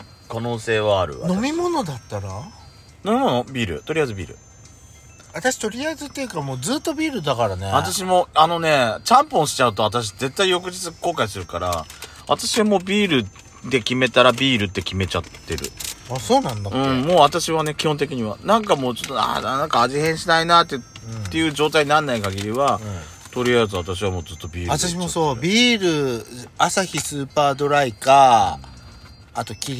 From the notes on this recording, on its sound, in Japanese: クッソ暑いテラス席で収録しました。パーキング収録。